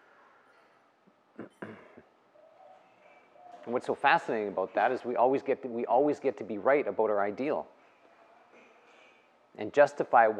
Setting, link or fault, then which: setting, live audience